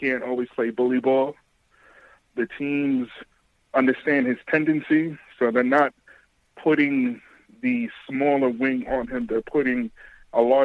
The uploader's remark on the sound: take live phone calls from fans around the world